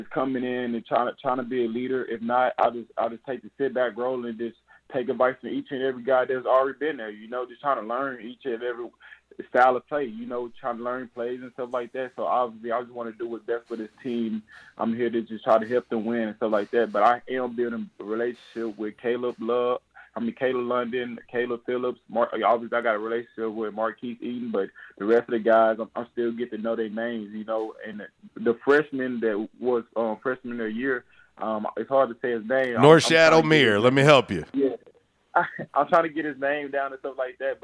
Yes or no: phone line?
yes